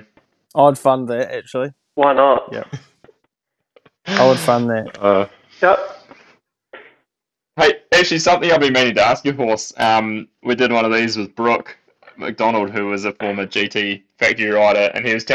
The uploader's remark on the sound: We've just changed to a new recording platform and have some audio kinks to work out